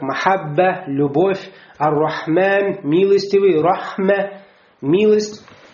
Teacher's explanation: Ха, ха выходит у нас миналь хальк, тоже из горла, но отличается от хамзы тем, что хамза выходит мин аксель хальк из дальней части горла, валь ха мин васатель хальк из средней части горла.